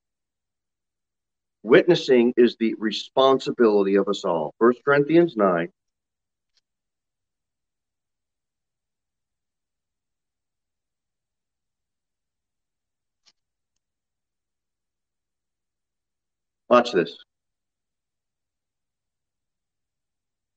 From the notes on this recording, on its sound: Sermon delivered at Pilgrim Baptist Church on Sunday, August 22, 2021, at 6:15 pm. Jere Whitson Rd.